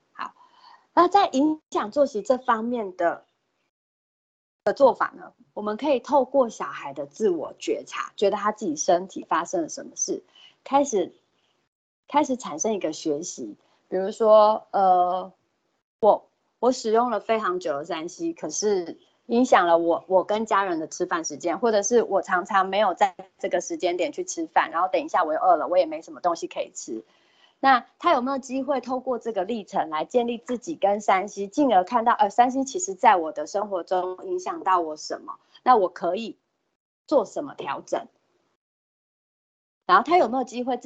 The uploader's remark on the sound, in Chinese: 此為線上課程錄音檔